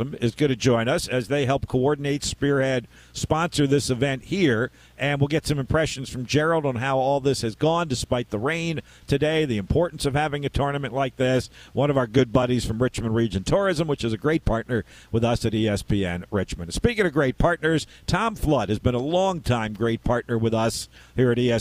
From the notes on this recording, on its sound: Despite it being a rain-soaked Wednesday. Broadcasted live from Independence Golf Club at the 1st Women's Open of Virginia.